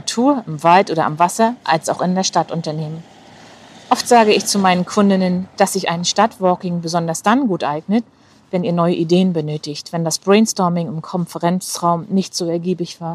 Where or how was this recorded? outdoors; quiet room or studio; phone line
outdoors